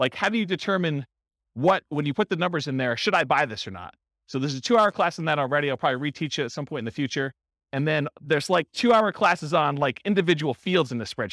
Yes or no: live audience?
yes